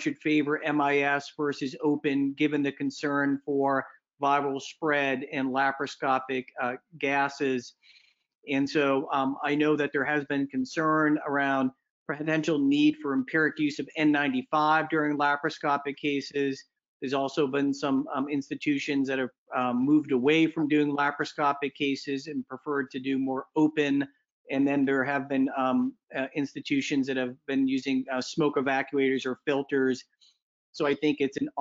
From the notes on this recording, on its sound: This episode is the audio from the recent AHPBA COVID-19 HPB Surgery Webinar